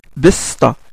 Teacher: Le même mot, besta avec, avec le sin, avec le sin, le sin avec les trois dents. C'est-à-dire le S, euh, la fricative sifflante, sourde. Le, S aminci, besta, bin, be, sin, ta, ta.